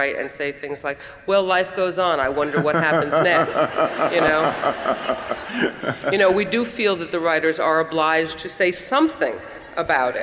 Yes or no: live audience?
yes